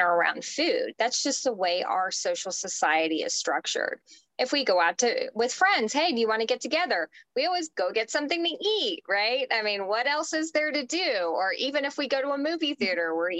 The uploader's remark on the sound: This was a live Zoom call with actual 90/10 Lifestyle participants.